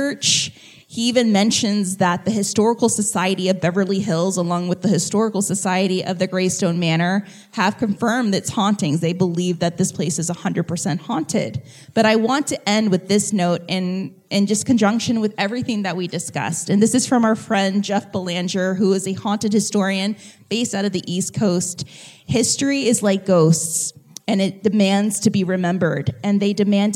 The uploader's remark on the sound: Live From the Heritage Square Museum. As a special bonus this month here is the audio from our live show.